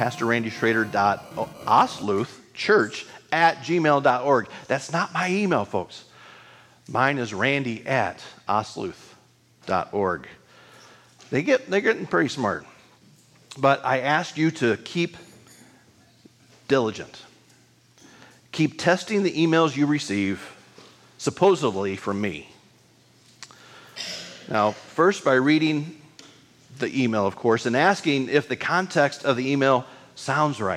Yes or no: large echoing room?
yes